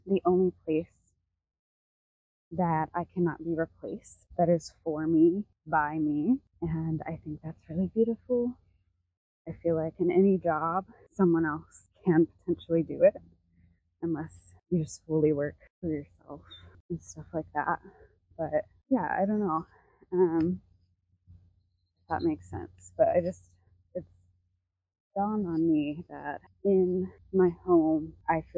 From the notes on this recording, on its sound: Voice Memo. I popped a mic on and took a walk and just chatted what came to mind.